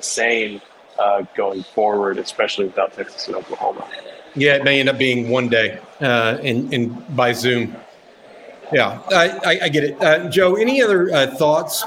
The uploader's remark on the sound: live from SEC Media Days